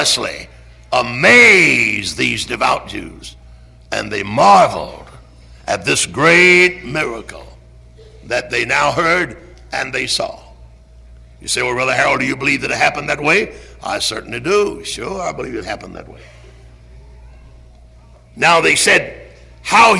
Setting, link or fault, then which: setting, large echoing room